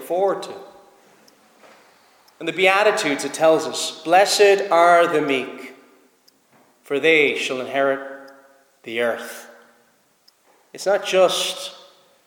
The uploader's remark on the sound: Preached at Snizort Free Church -Continuing